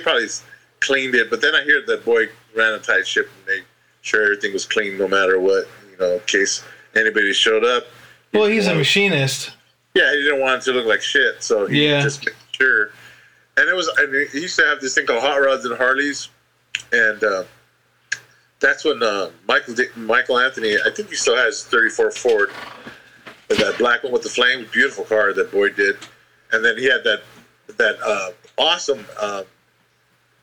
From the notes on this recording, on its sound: The lowered Garage sessions. While I am still getting the bugs worked out I must apologize again the audio isn't great.